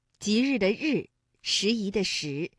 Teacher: 日呢，是属于翘舌音的哈，也就是舌尖向上翘起